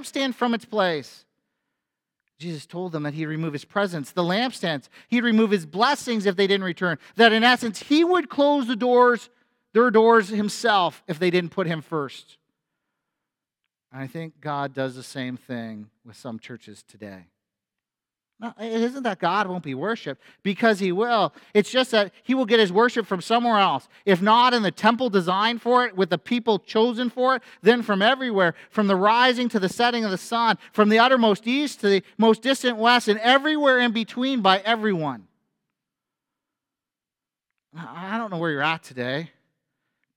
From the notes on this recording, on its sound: A sermon at FBC Church in Cobourg,